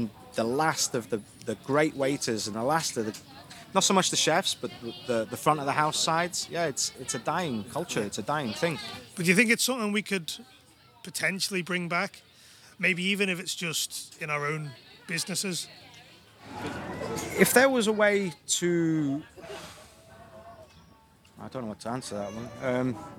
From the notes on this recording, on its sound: Interviewed live at the back of the Isle of Man TT Grandstand